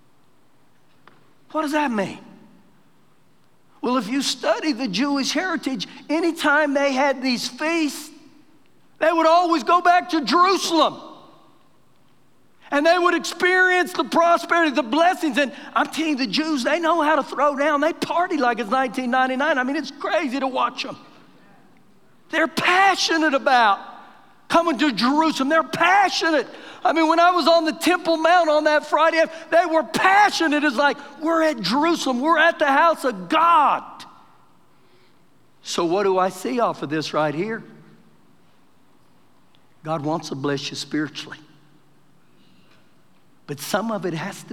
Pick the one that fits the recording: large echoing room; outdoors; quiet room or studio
large echoing room